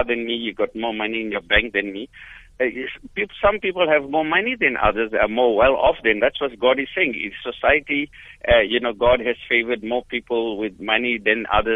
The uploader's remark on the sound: Guest on the phone